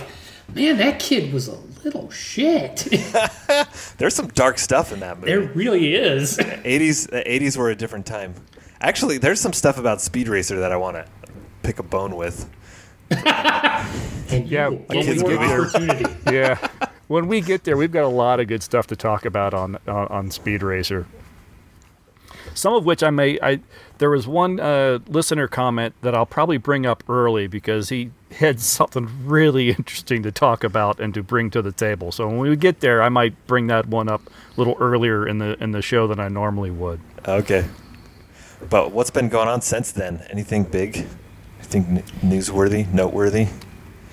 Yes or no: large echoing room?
no